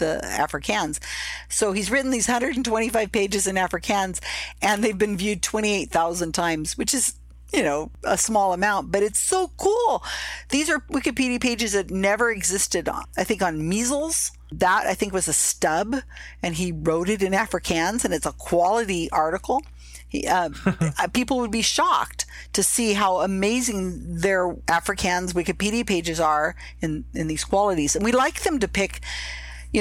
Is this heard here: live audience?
no